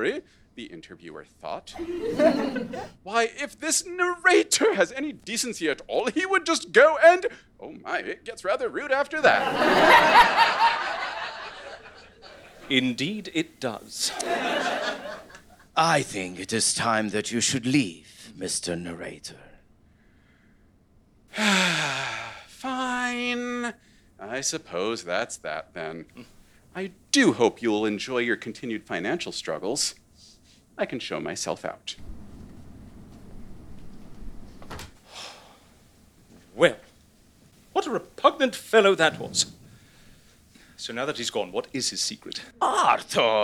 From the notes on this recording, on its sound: LIVE SHOW. This is a crossover episode between The Amelia Project and Greater Boston, recorded live at The London Podcast Festival!